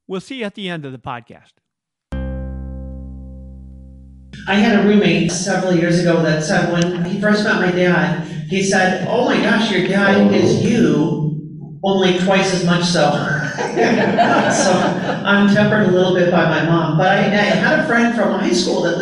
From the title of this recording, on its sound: A Live Presentation